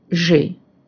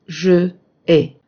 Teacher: We do this ellipse of the final e in je to avoid contact between two vowels. · Shown in: first take